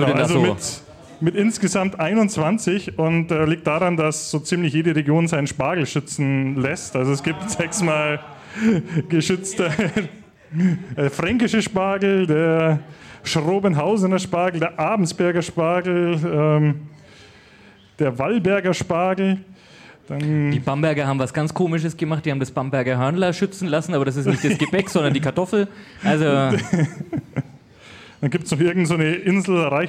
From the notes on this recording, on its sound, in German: Die Wundersame Wirtschaftswelt ist live auf der Bühne zu hören UND zu sehen! Dieser Live-Aufnahme.